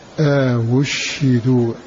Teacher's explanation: بتسكين الشين وزيادة همزة مضمومة مسهلة بينها وبين الواو أوشدوا سهل الهمزتين، سهل الثاني منهما أوشدوا مع إسكان هذه الشين